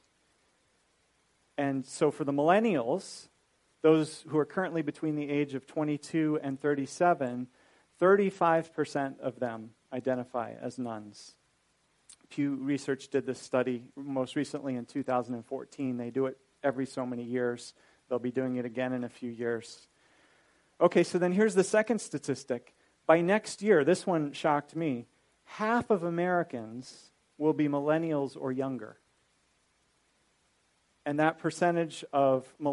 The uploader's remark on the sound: This is a recording of a lecture.